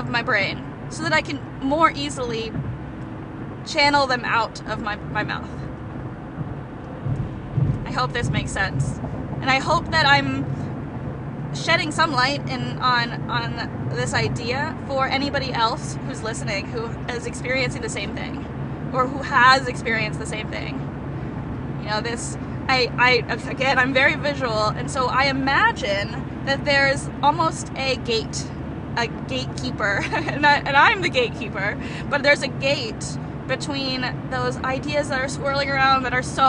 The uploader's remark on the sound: This raw and unedited podcast was recorded in her car, so thanks for being patient with the less-than-perfect audio quality.